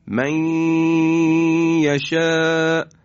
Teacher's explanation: نون ساکن در یا ادغام میشه و همراه غنه هست و یا رو در حقیقت ما مشدد بیان میکنیم